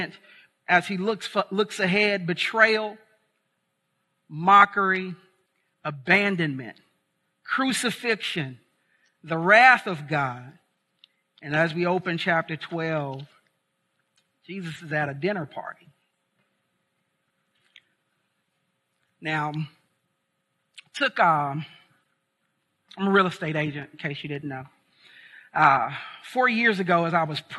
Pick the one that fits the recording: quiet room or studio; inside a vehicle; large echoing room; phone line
large echoing room